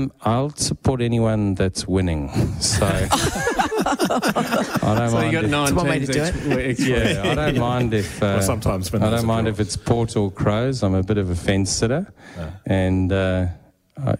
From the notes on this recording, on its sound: The Wine Show Australia went on the road to the Barossa Valley for a Live 3hr show from the Barossa Cellar.